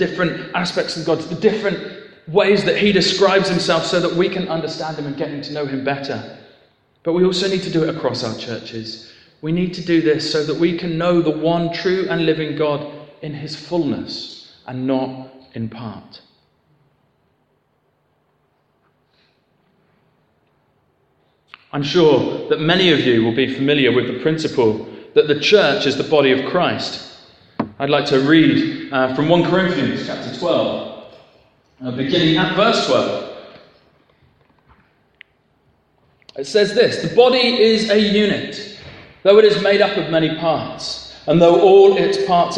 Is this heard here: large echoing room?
yes